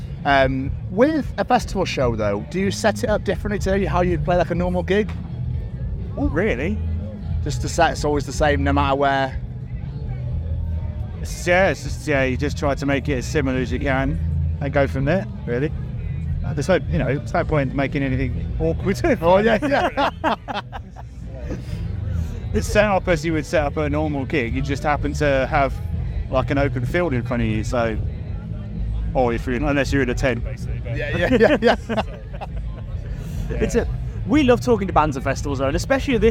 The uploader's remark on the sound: Live from 2000 Trees 2023